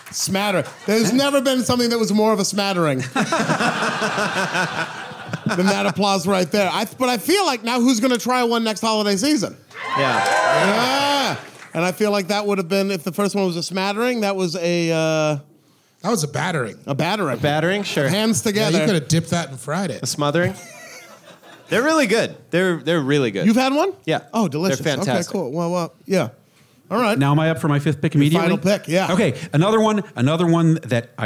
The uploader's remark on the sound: LIVE FROM PORTLAND, Y'ALL! This episode was recorded live at the Doug Fir in Portland, Oregon.